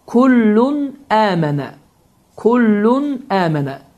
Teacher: Və tənvin dammadan sonra həmzə, yəni əlif gəlmişdir və bu zamanda əlif gəldiyi üçün kullun sözünün sonunda olan n səsi, yəni tənvinin sonunda olan n səsi açıq-aşkar bir şəkildə oxunur · Term: izhar qaydası